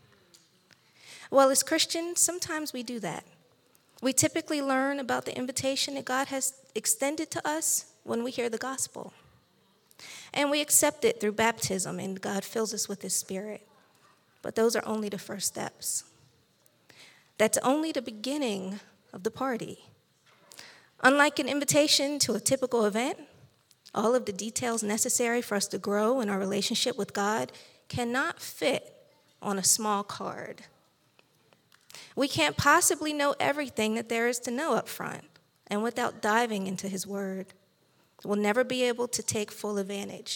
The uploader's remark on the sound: recorded live on November 20th, 2022 at Newark United Pentecostal Church.